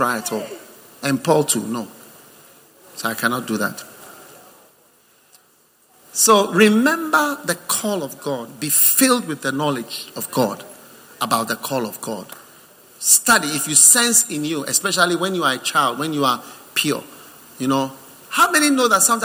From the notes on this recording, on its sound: Preached at the First Love Center, Accra.